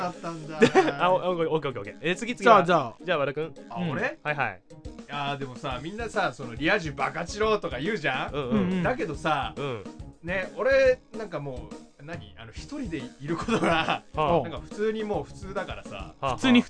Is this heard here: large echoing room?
no